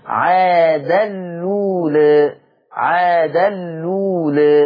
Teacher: المهم الجديد ان اضغمنا التنوين في اللام · Term: اضغام التنوين في اللام